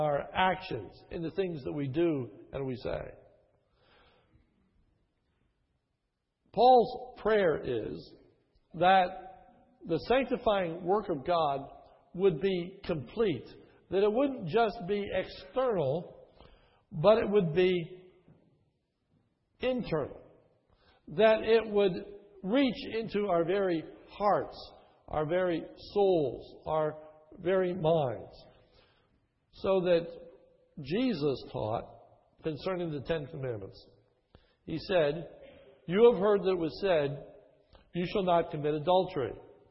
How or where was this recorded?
large echoing room